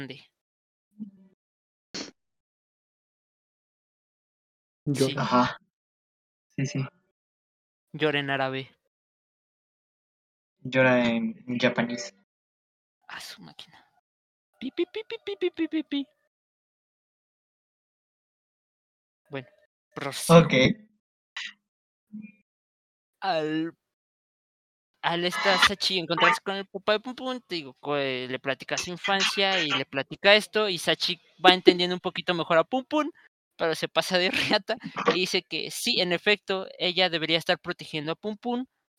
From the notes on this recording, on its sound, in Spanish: este es nuestro primer podcast grabado así que no esperes mucha calidad y por eso pedimos perdón